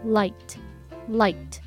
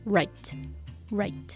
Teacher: が上の歯の裏もしくは下の部分に触れる感じが L の音ですラララっていう舌が前の方にある状態ですねで R は舌が巻かれて後ろにあります · Shown in: second take